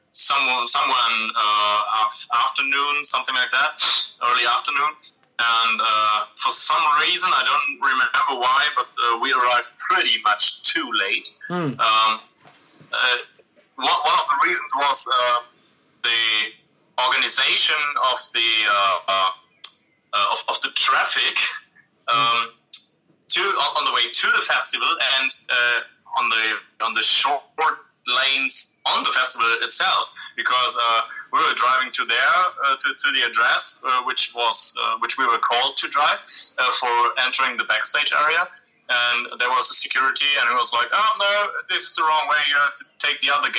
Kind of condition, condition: link, phone line